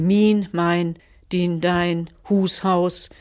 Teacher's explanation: Ganz deutlich sind eben diese sprachlichen Merkmale, was wir in der Sprachgeschichte nennen, frühneuhochdeutsche Diphthongierung